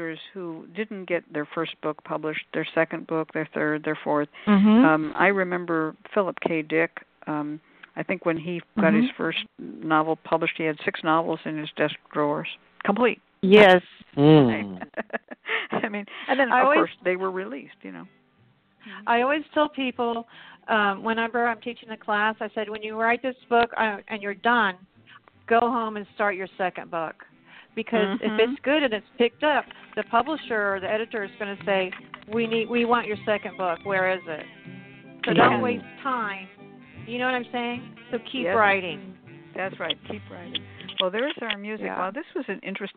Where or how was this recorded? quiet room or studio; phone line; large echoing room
phone line